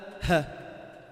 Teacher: منطقة الأوتار الصوتية، ويخرج منه بانطباق الوترين الهمز والهاء · Term: أقصى الحلق